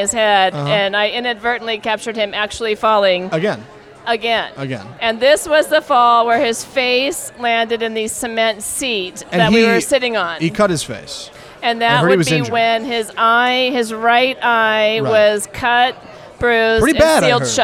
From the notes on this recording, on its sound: go live from Camp Our Way in Trinity, Texas